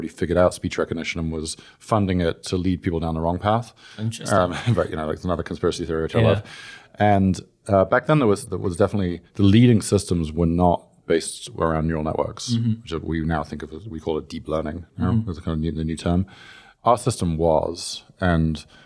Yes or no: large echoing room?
no